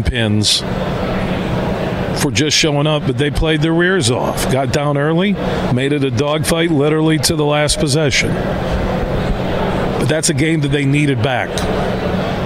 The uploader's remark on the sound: Today we're broadcasting live from the Ultimate Fishing Show Detroit